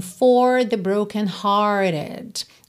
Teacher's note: Percebe que você não ouviu aquele R enroladinho.